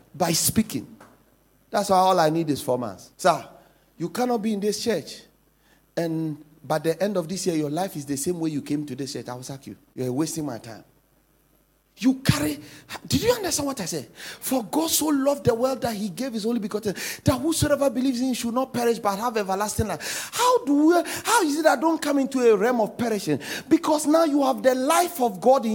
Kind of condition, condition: setting, large echoing room